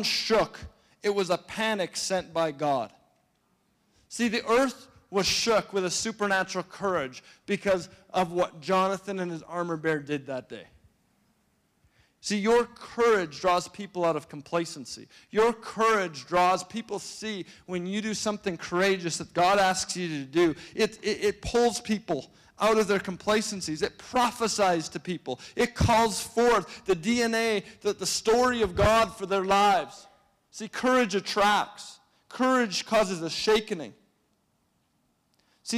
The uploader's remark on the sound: shares a message on Nov 12, 2016 at Resurgence Edmonton.